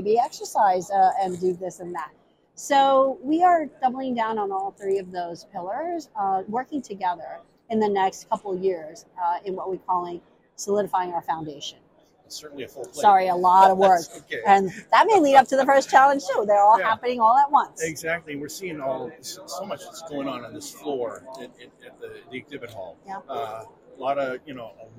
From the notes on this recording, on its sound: on the HIMSS 2023 Exhibit Hall floor